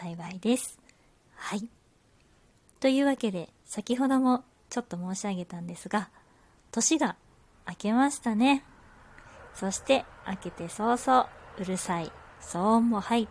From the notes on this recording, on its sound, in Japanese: 自宅でスマホによる収録のため様々な騒音が収録されています、ご了承ください